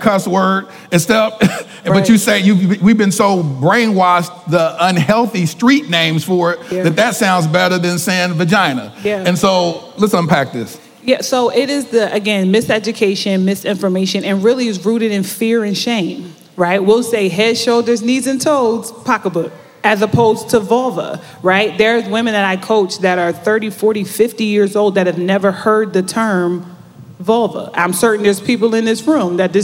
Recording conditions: live audience